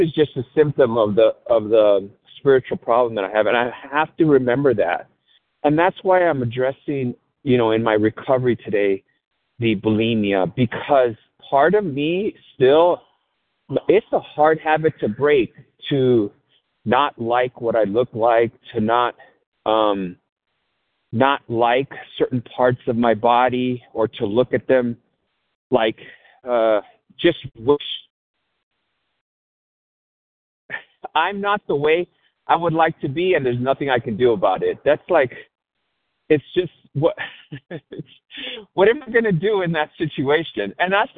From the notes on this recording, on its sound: 100 Pounders Phone Meeting